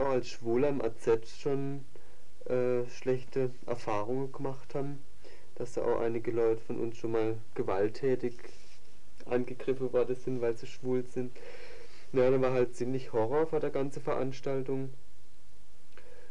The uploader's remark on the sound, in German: RDL Badische Antenne 28.10.1982. Achtung, sehr leise Aufnahme!!!